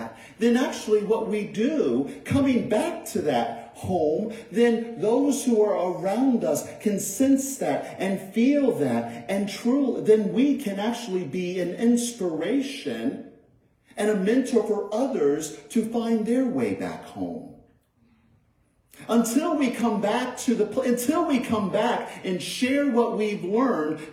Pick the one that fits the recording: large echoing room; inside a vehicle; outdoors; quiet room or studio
large echoing room